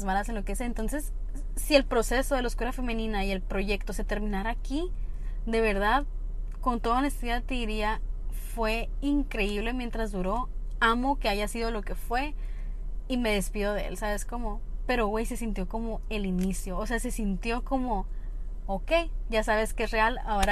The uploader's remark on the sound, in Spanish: el audio no es el mejor del mundo (voy manejando mientras platicamos)